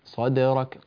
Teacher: قلقل الدال ورققها، لا تجعلها ضاد